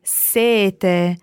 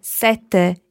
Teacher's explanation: And sete meaning thirst is single T. So when you say thirst, you can have a very long E, sete. · Shown in: first take · While when you say number seven, sete, you need to be very short on your E to allow a very long T sound, sette.